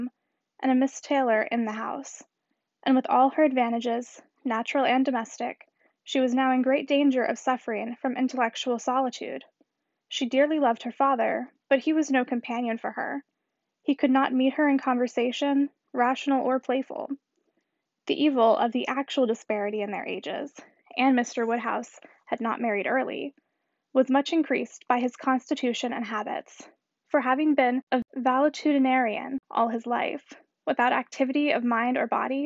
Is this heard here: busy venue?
no